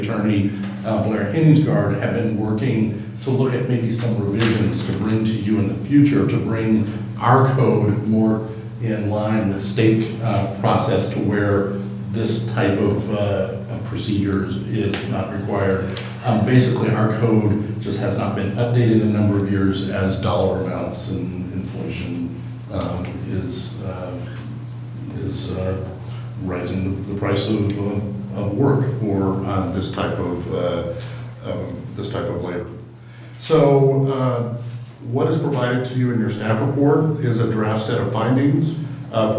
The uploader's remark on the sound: Live recording of Astoria City Council meeting.